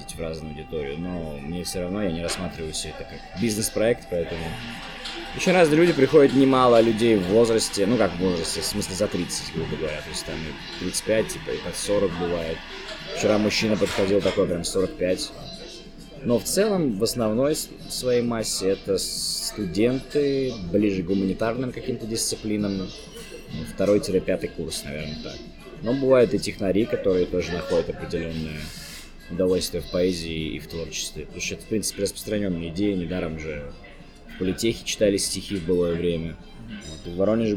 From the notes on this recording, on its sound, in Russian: Записать интервью в студии не получилось, поэтому звук оставляет желать лучшего. Соряяяян за шумы во время записи!